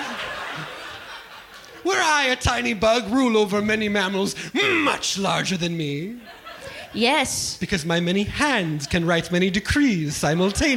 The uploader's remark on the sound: This performance of Off Book The Improvised Musical Podcast was recorded live at the Bourbon Room in Los Angeles on October 2nd 2022.